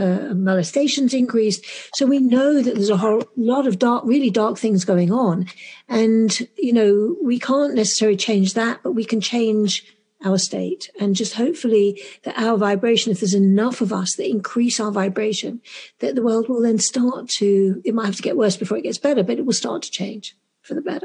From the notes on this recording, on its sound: I reconnect through zoom.